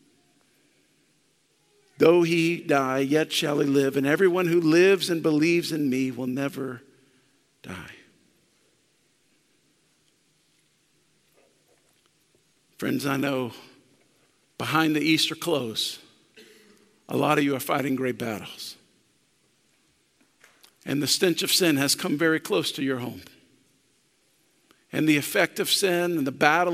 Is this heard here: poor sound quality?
no